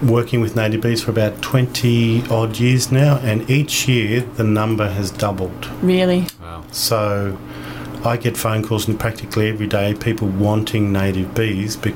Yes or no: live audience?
no